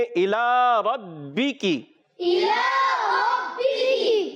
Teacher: پیارے بچوں یہاں پر حرف مدہ، اس کے بعد حمزہ دوسرے کلمے میں آنے کی وجہ سے مدے منفصل ہوگی، دو ڈھائی الف کھینچ کر ادا کریں گے، الی ربی کی، الی ربی، الی میں جو ہے لام الف زبر لا، لام کھڑا زبر لا، ایک الف کھینچ کر ادا کریں گے